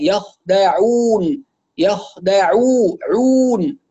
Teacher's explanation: طيب العين المضمومة أول شيء أركز فيه على نطق العين الصحيح، عاعو عاعو من وسط الحلق يسمع صوتها واضحا، ليس أو أو أو لا، عاعو أع اضغط على مخرج العين يخدعون يخدعو عون، واضم الشفتين لتحقيق ضمه العين والواو التي بعدها